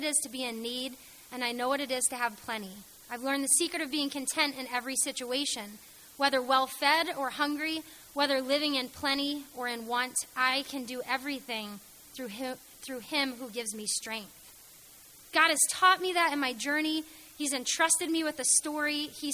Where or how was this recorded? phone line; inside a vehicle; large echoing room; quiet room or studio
large echoing room